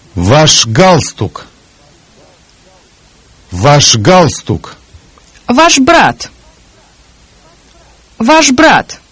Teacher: The voiceless consonant Sh becomes voiced when it immediately precedes one of the voiced consonants G, B, D, Z, or Ž.